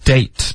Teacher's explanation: 结尾的特省略一定要有一个干脆的停顿，不然你发的就是 day,就是一天，嗯，而不是约会 date.